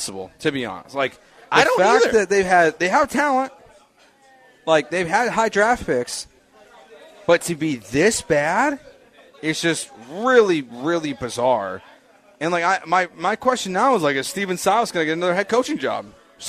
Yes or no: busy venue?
yes